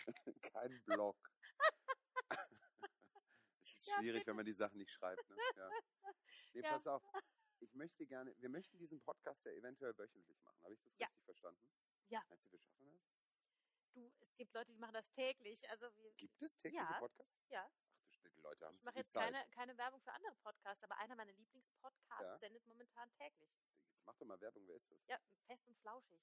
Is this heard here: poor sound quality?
yes